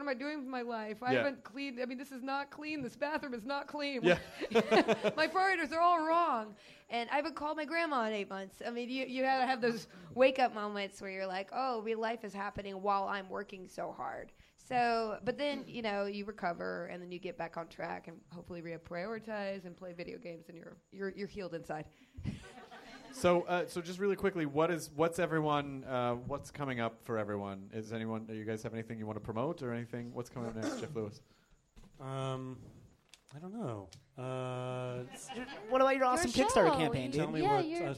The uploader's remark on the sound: crammed onto our tiny stage at NerdMelt in LA to record this show for 150 enthusiastic Guild fans